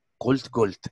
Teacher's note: And in other dialects in Arabic, after the Quranic Arabic became just only classical in the books, and the people turned into various dialects, the Qaf became heavy for many people, and they turned it into Ga